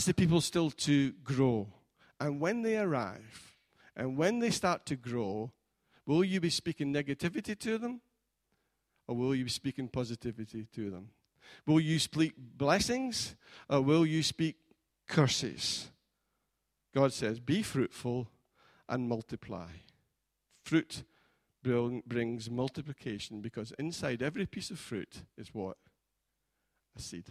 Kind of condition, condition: setting, large echoing room